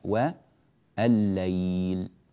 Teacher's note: لاحظوا الليل هنا هي بلامين، اللام الأولى أدغمت في اللام الثانية فصار نطق بلام واحدة مشددة